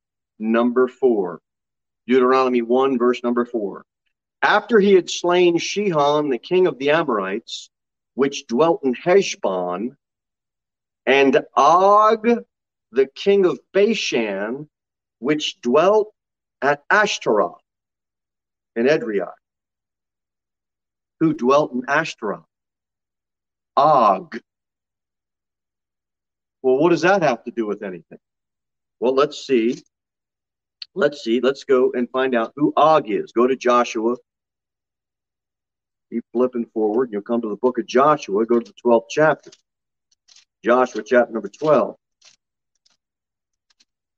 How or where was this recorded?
large echoing room